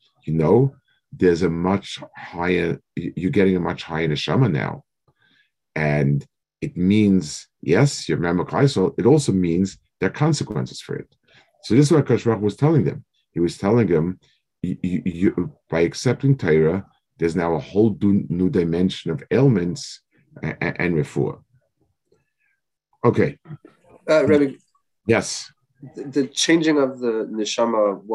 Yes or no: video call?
yes